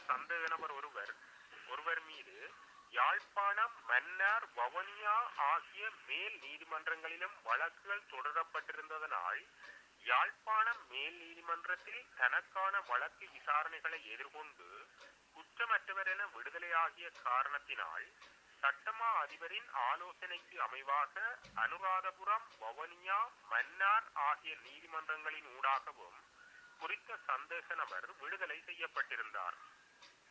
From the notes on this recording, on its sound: A spokesperson of the political prisoners jailed in Anuradhapura prison said while talking to TamilNet over the phone and reading a statement on behalf of the detained prisoners.